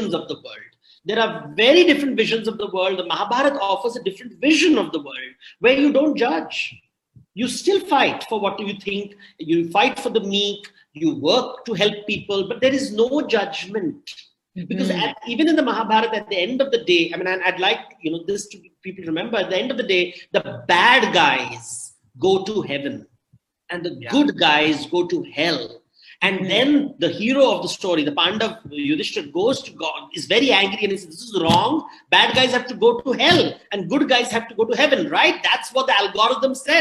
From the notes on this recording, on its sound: This episode is the audio version of a live online session from #JLFToronto2020.